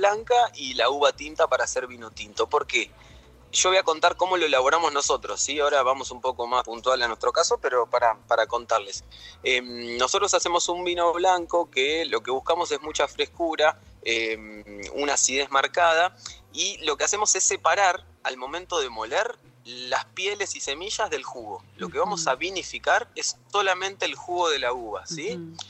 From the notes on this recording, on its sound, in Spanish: Charla telefonica